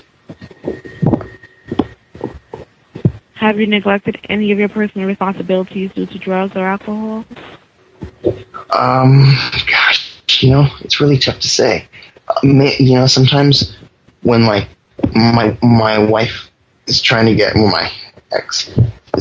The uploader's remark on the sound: Prank Phone Calls